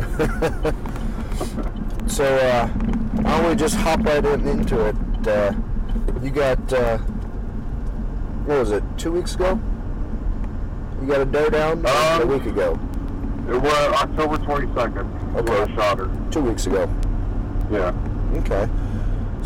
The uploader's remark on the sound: Recorded in a truck so bear with the sound quality